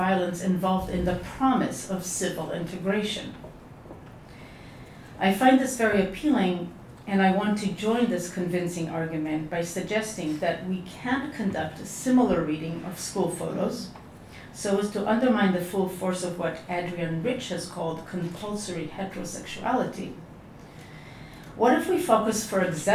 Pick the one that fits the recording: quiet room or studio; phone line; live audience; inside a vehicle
live audience